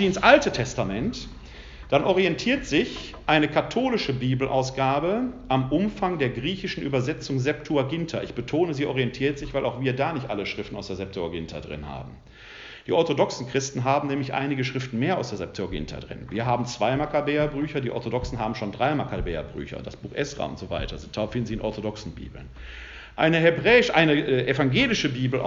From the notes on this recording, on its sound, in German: Mitschnitt des Vortrags